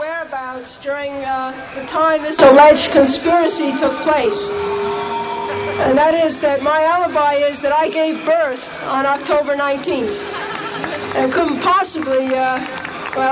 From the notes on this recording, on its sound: Black Panther Party Rally 1968